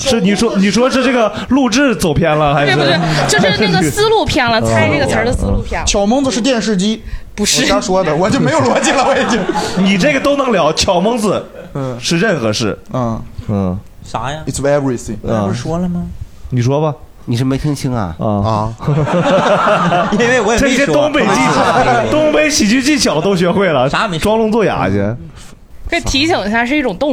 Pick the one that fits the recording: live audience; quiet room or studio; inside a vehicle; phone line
live audience